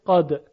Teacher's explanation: یا در بحث ادغام، شما مثلا وقتی میگویید که قاد، خب دال قلقله داره، ساکن تلفظ میکنید